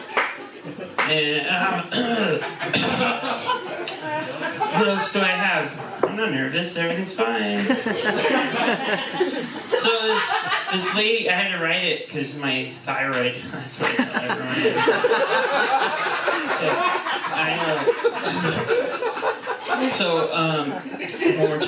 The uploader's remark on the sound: our recording had some issuses